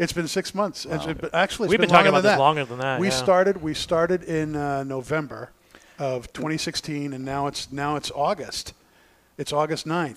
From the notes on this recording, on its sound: Today's episode has been pre-recorded Live from Two Guys Smoke Shop in sunny Salem, New Hampshire.